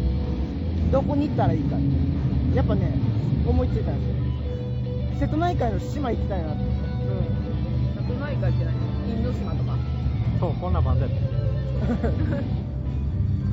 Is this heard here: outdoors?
yes